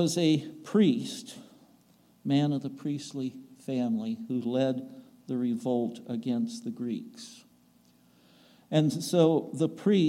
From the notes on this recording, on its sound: recorded on September 3, 2022, at the Ringgold Seventh-day Adventist Church